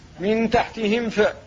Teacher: لنطق بالميم ساكنة قبل الفاء دون قلقلة ودون إخفاء · Term: الإظهار